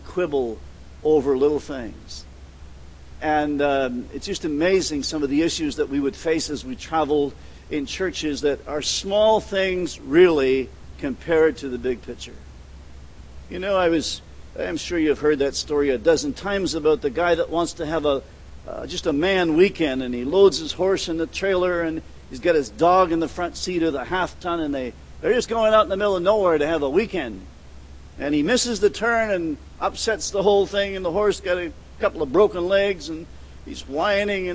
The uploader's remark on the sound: at The People’s Church of Somerville, NB on the evening of June 15, 2014